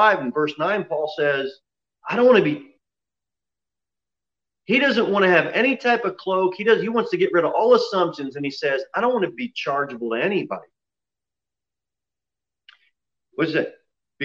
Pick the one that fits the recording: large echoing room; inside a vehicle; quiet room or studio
large echoing room